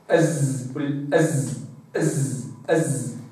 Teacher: الزاي تخرج من وسط طرف اللسان بمحاذاة نقطة التقاء الأسنان العليا بالسفلى